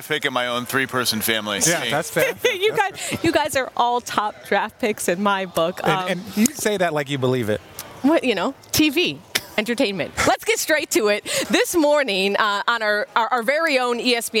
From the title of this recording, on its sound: Live from the Draft